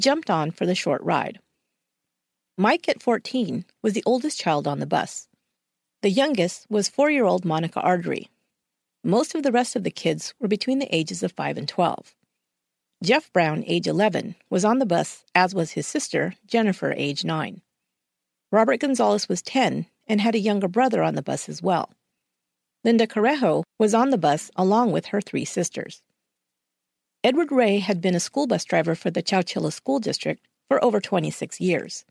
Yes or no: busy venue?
no